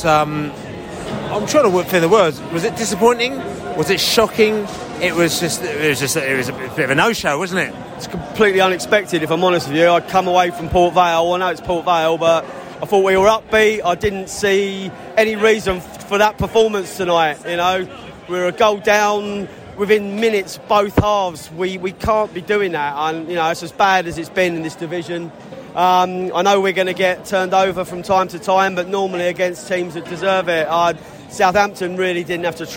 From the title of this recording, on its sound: post-match podcast from the stands